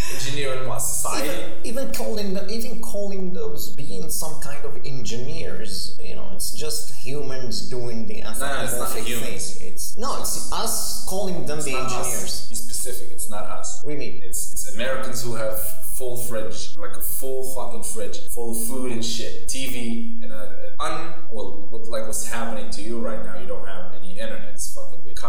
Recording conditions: poor sound quality